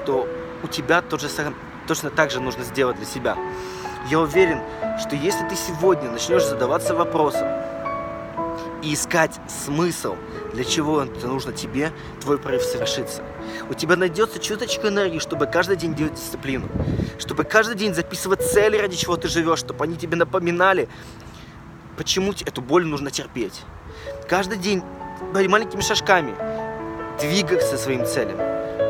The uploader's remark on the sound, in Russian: Но прямо во время ивента, на 3 день, меня жестко накрыло и я поймал инсайт. Я выбежал из зала в слезах и сел записал это видео прямо на траве.